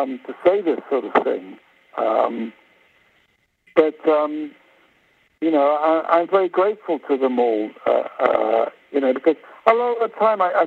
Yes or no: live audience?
no